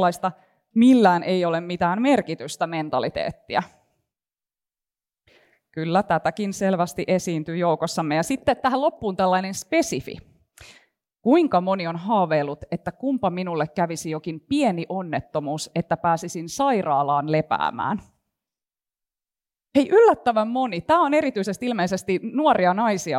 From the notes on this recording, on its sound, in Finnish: Podcast on nauhoitettu Tiedekulmassa Mielenhuoltoilta-tapahtumassa. Tapahtuma on osa Helsingin yliopiston Tiedekulman Terveys nyt -ohjelmasarjaa.